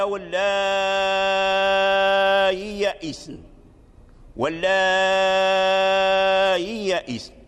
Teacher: سهل الهمز بين الهمزة والياء، تنطق بحرف ليس همزا خالصا وليس ياء خالصة، فتنطق به ما بين الهمزة والياء. بعض الطلبة يقول والله، هذا لحن سين ليس هاء، والله يئسنا، ثم كيقول أهذا متنا، أهذا متنا، قوله نبئكم، هذا لحن، لأن التسهيل ليس هاء، التسهيل هو بين الهمزة وجنس حركتها، تلينها، يعني لا تحققها، تلينها، تسهلها.